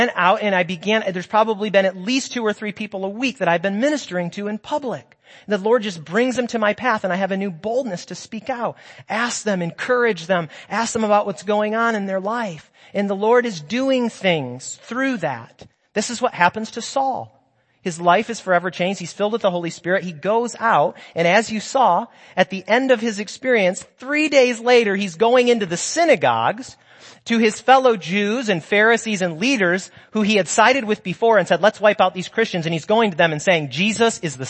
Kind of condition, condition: setting, large echoing room